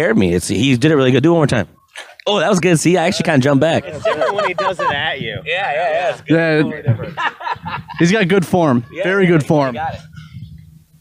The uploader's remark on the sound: Before their headlining show at The Music Factory in Battle Creek, Michigan. Episode was filmed on location at The Music Factory in Battle Creek, Michigan.